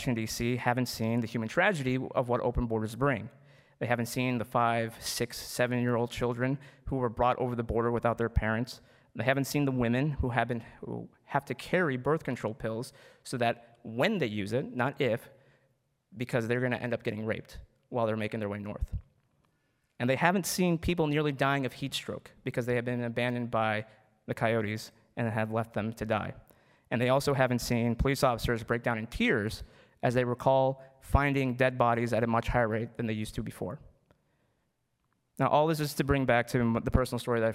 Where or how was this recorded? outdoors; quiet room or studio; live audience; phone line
live audience